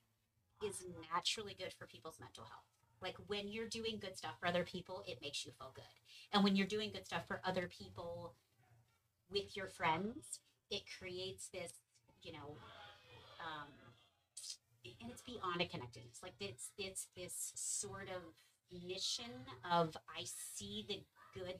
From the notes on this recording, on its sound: I apologize for the audio!